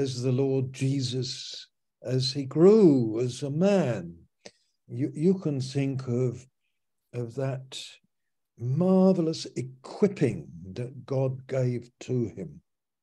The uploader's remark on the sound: Malaysia Meets (Zoom)